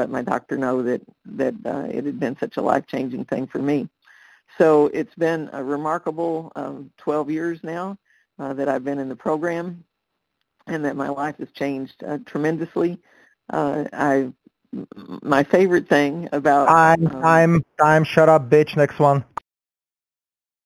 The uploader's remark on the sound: Qualification from the 100 Pounders Phone Meeting.